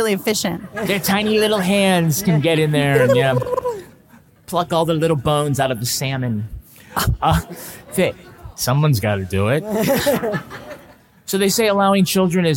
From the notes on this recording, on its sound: This podcast was recorded in front of a live audience in Dallas, TX.